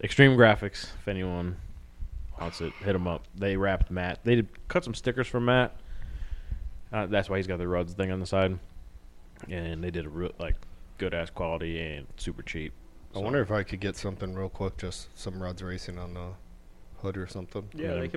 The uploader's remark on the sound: Decided to just sit at the shop an record us talking shit about random stuff and just having fun!